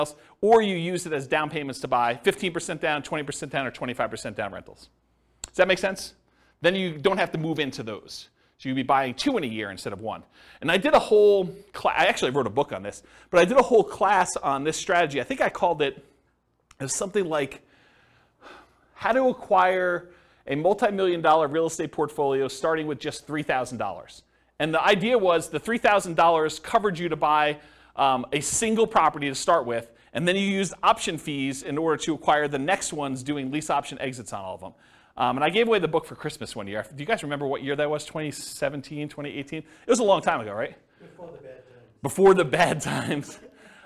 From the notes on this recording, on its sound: This was a live class recorded